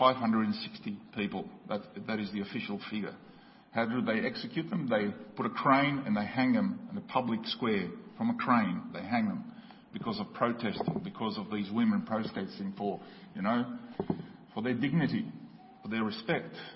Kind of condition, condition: setting, large echoing room